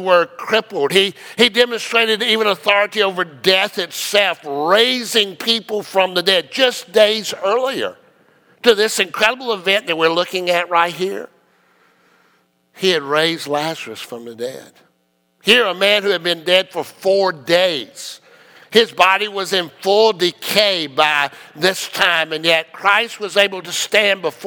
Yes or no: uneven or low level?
no